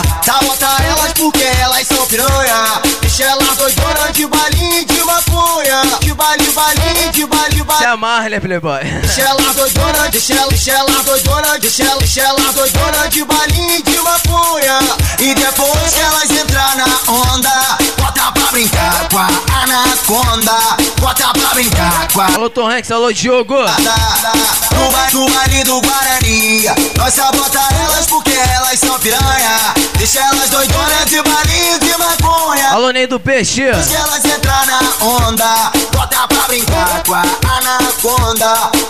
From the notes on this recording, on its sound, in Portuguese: AO VIVO FORMOSO FOLIA